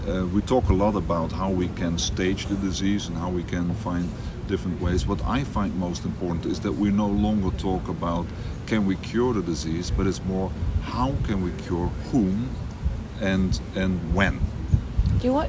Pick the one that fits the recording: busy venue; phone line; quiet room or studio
busy venue